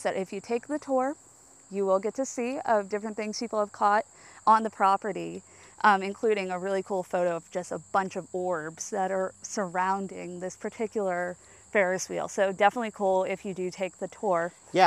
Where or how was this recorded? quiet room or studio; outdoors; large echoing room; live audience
outdoors